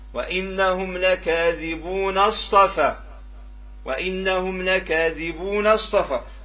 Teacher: الأصبهاني عنده الهمزة، هذه هي همزة وصل، وبالتالي في الوصل هتسقط